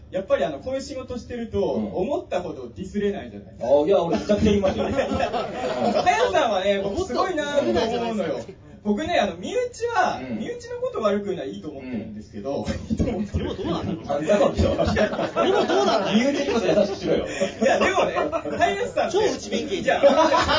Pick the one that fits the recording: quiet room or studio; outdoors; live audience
live audience